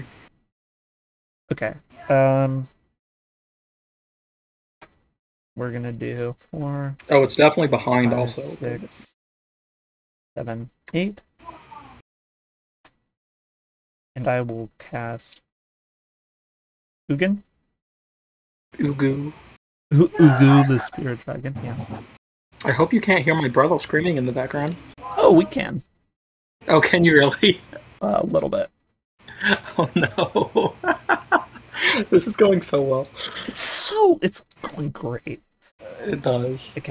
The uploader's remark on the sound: Apologies for the low quality, my OBS settings for recording and streaming got jumbled.